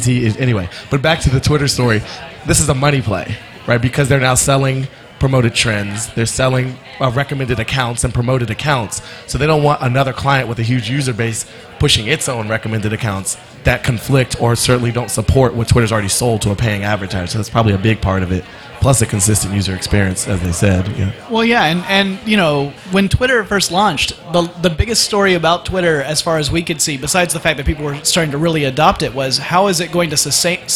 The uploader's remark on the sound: Live from SXSW